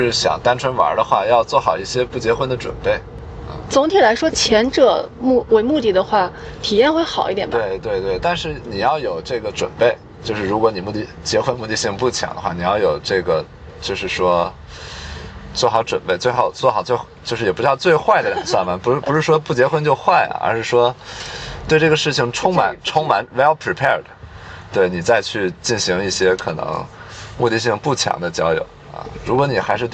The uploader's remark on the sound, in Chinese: 后面每个话题都是纯临场，连大纲都没有。因为边开车边录的，有点吵……已经尽量降噪啦，下次有室内录制！